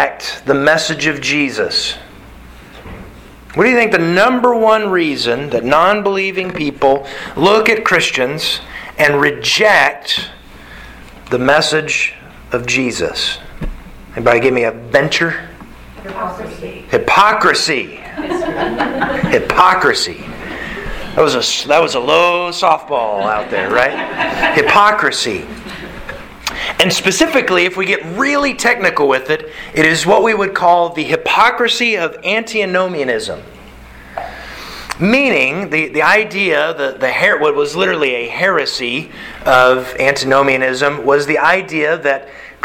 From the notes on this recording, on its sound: Sermon delivered to the Galena Bible Church